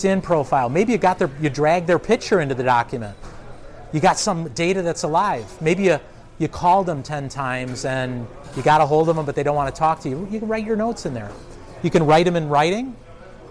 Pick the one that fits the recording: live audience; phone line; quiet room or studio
live audience